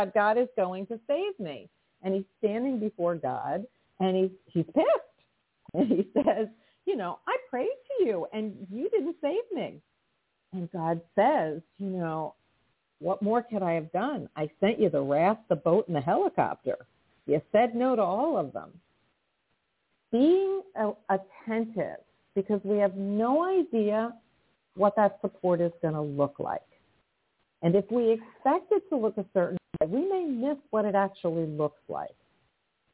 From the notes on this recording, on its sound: in response to callers' questions